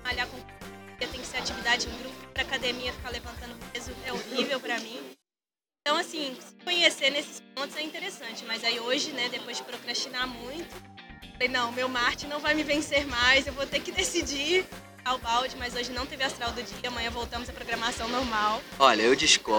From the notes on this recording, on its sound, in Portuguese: Acredita que esse podcast foi gravado na OOP café no meio da caçada com todo mundo passando!